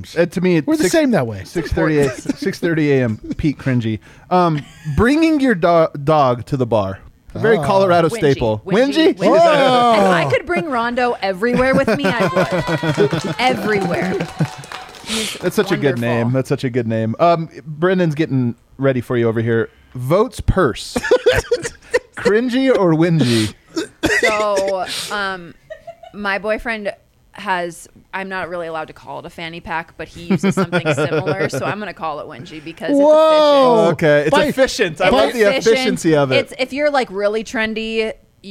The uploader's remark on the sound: live at the DNVR Bar & Studio